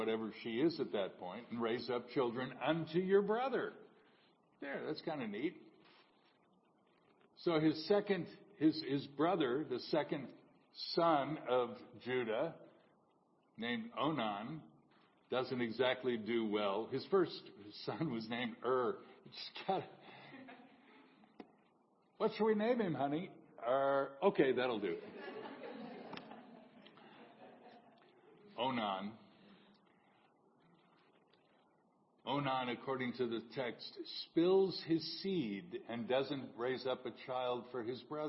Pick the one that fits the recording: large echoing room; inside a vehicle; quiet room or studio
large echoing room